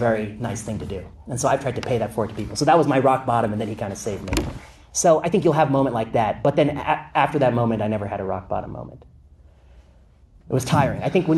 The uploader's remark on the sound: Lecture at UC Berkeley